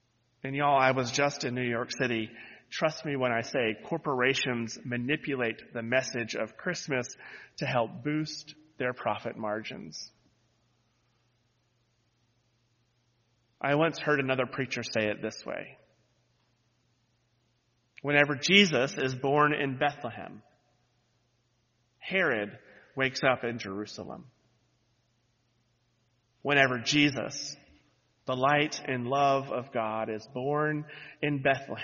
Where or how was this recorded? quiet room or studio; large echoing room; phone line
large echoing room